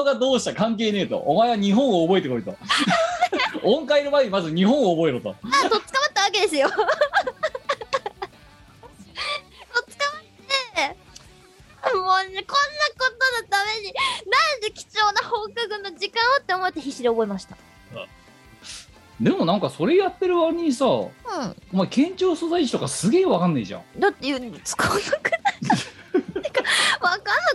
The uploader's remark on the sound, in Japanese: 本番組はリモート収録です。収録時環境の影響により、聴き取り辛い部分があります。月曜夜収録。収録時環境の問題により、一部会話が特に聴き取り辛くなっております。途中で激しくノイズ等入りますが、収録時のものです。